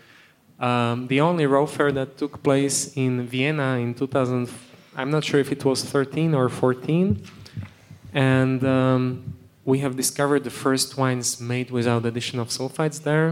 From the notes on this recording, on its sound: On this episode of HRN On Tour, we travel to the Raw Wine 2022 festival in Maspeth, Queens.